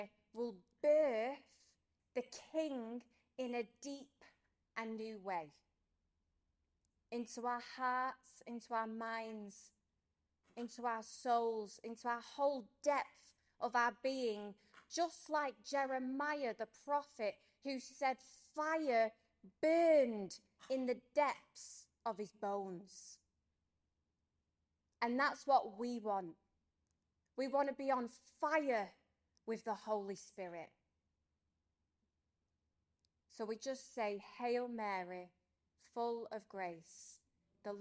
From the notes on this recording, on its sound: This episode is a live-talk that was given to young adults